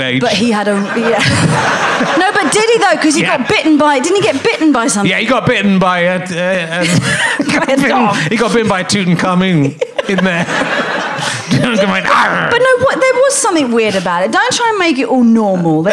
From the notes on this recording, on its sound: Leicester Square Theatre Podcast. He meets some men who work in IT in his audience.